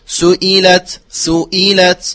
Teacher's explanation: بل يأتي بها محققة مرققة سئلت سئلت هكذا بإخلاص الكسر في الهمزة لأنها بعيدة المخرج